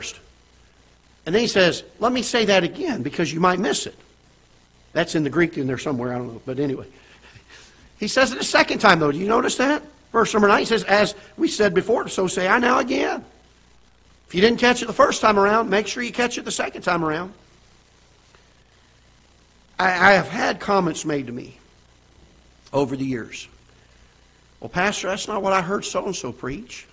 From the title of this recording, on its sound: Ketha Heights Baptist Church ~ Live Broadcast